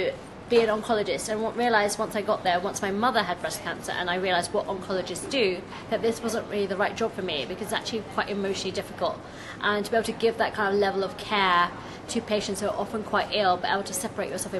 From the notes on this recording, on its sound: This episode was filmed live at Be:Fit London.